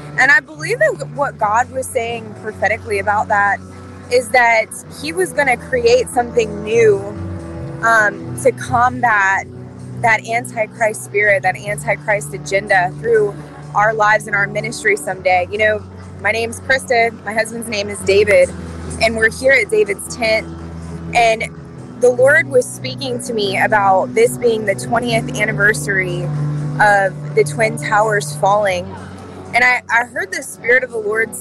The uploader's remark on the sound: Take a walk with us on the Washington Mall